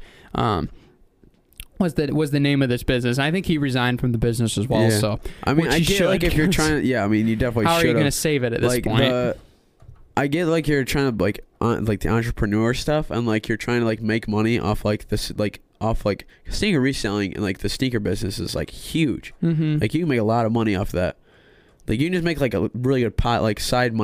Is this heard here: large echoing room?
no